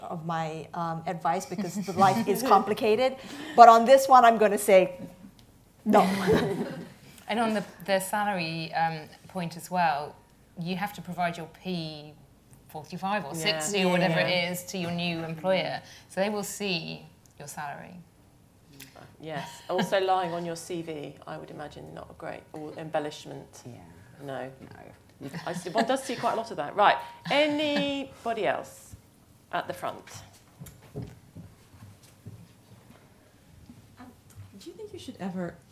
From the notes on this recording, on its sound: This is an edited live-recording of an event the FT hosted in July.